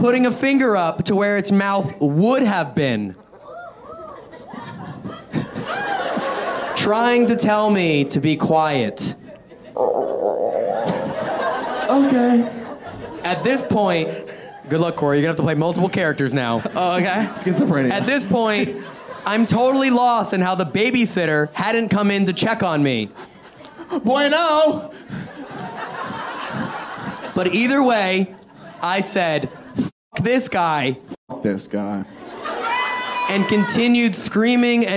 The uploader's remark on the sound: Crowd Work Show. This episode was filmed in front of a live audience at Funny Bone in Toledo Ohio in May 2023.